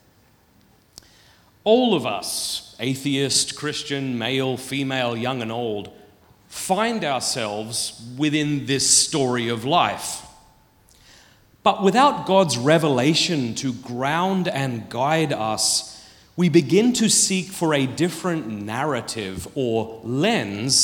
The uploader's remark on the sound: Filmed at the Purpose Conference 2023.